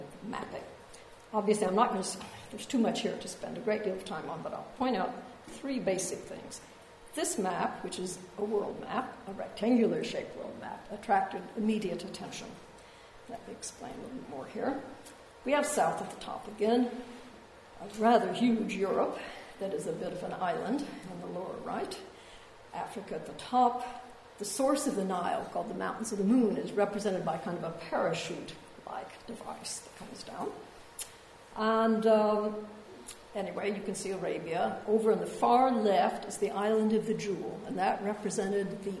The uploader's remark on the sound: A public lecture. Part of the Al-Mizan exhibition which explores the connections between the sciences and arts in Muslim societies.